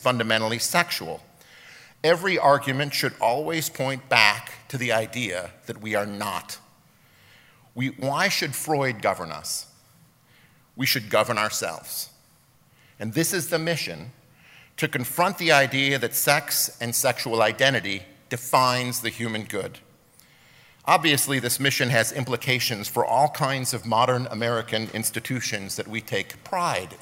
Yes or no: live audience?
yes